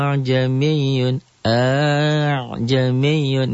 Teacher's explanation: Hamzah kedua dari kalimat tersebut tidak jelas dibaca fathahnya. · Term: tashil